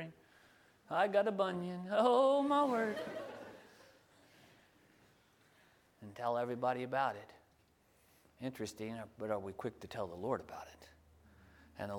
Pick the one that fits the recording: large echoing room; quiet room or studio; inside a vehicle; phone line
large echoing room